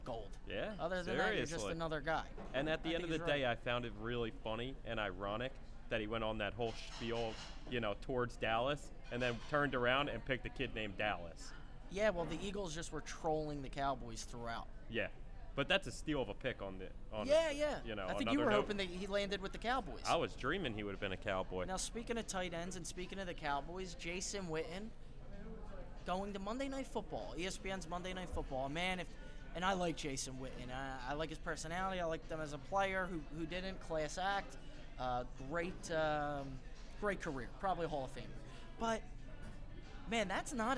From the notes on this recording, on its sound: LIVE from Tilted Kilt. We are LIVE from the Tilted Kilt! A couple lovely Tilted Kilt waitresses.